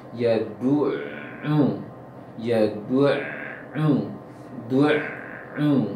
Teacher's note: Kemudian yang sering tertebalkan oleh sebagian kaum muslimin di luar yang enam tadi, yadu'u. Yadu'u, seharusnya dhammah saja kedua-duanya dan tidak ada yang tebal di situ